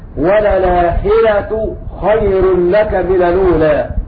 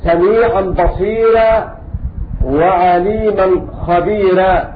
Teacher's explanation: إن ورشا من طريق الأسرة يرقق الراء المفتوحة أو الراء المضمومة إذا وقعت بعد كسرة أو بعد ياء ساكنة